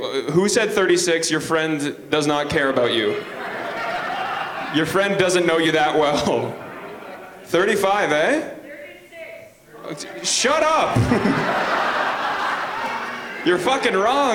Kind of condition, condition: setting, live audience